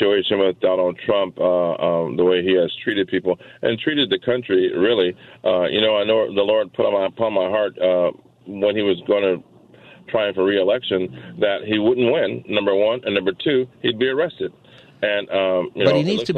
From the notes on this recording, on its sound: Open Phone Friday